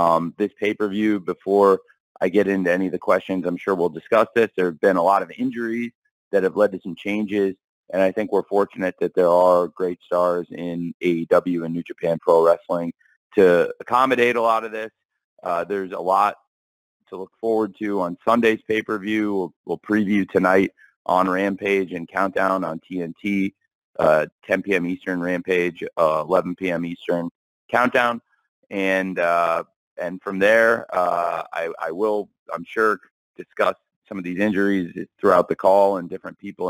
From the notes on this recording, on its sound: AEW x NJPW Forbidden Door Media Conference Call.